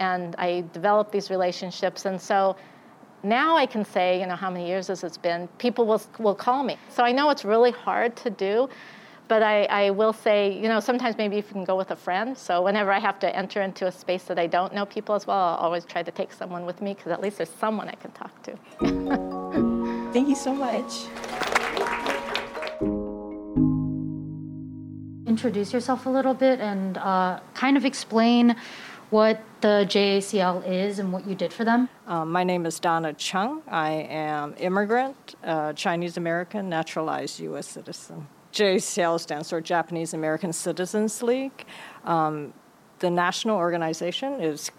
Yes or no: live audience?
yes